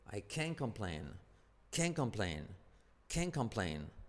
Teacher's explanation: Ese I se omite, I can't complain, I can't complain. Pronuncia, acentuamos el can, pero la T se omite.